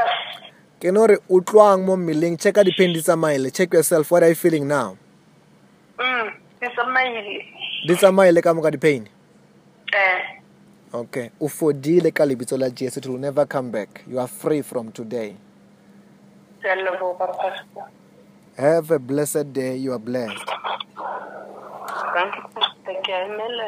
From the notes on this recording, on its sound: healing over the phone